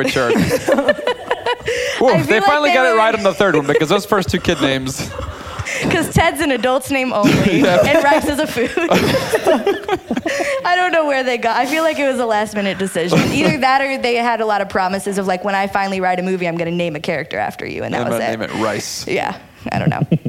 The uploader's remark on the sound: Close out season 1 in front a live audience.